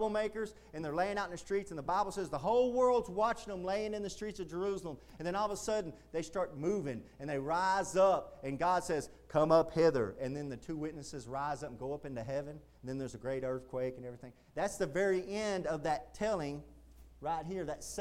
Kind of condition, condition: setting, large echoing room